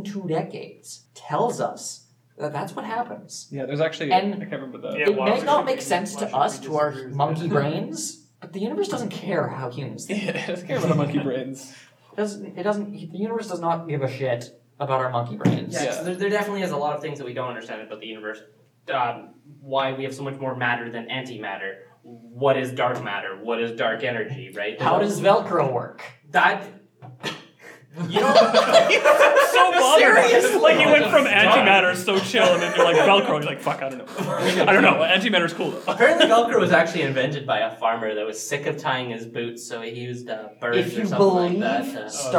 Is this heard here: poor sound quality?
yes